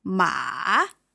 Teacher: the third tone is going down and up.